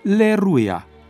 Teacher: L-ul intervocalic a suferit fenomenul de rotacizare, adică s-a transformat în R și a devenit Aleruia. Ulterior, A-ul neaccentuat inițial a căzut. Fenomenul acesta este numit în lingvistică afereză.